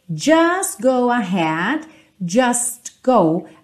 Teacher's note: A gente tem tipicamente essa omissão do T, certo?